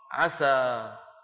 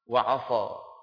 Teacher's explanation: فالسين من عسى كما تعلمون يا إخوة مرققة، والصاد من عصى مفخمة. فإذا ما أخللنا بهذا الأمر ففخمنا سين عسى فصارت، أو رققنا صاد عصى فصارت.